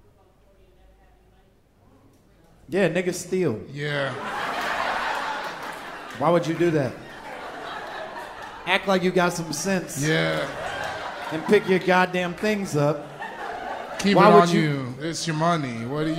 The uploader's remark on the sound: Live from NYC!